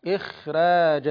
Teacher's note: لما رققنا الراء في إخراج كانت الخاء في أقل مراتب التفخيم